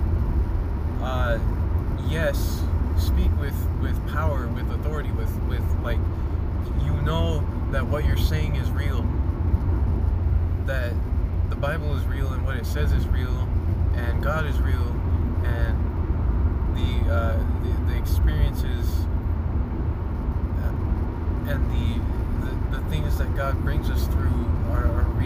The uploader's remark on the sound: Recordings I did while on the road (please excuse the noise).